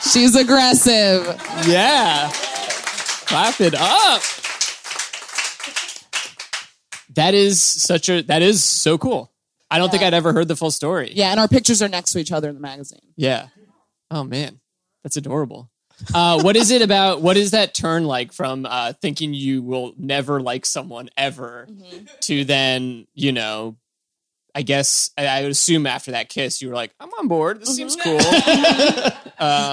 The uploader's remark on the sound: This LIVE edition of the show. Improvises a song based on suggestions from the audience.